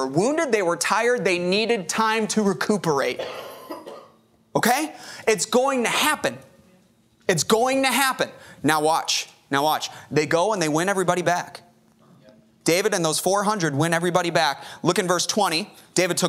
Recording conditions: large echoing room